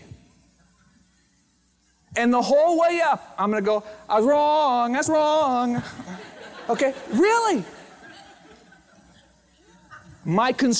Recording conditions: large echoing room